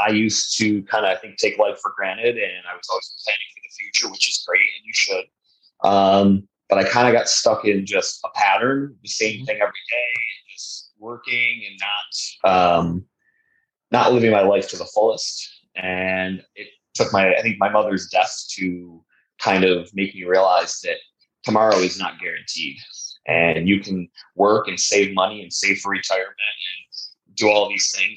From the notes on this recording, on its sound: Sorry about the audio on this episode.